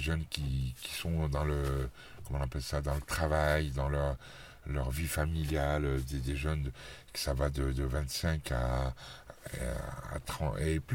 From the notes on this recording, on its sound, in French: depuis une voiture garée devant la Maison de la Culture sous une pluie battante